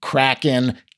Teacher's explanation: The plosive K in Kraken is mitigated a little by the R that follows. You don't get the same aspiration